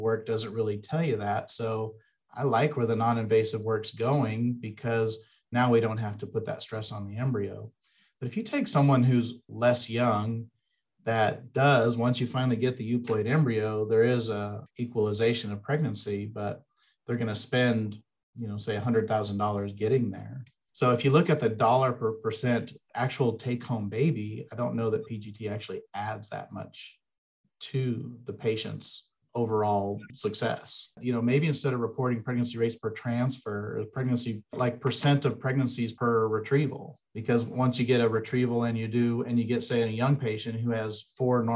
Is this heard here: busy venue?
no